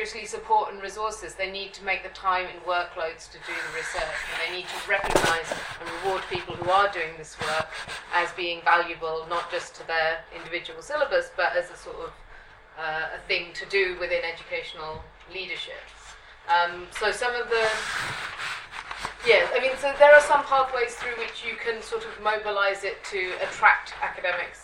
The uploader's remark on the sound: Speaks at SRHE Access and Widening Participation Network Event - Addressing and eradicating racial disparities in higher education.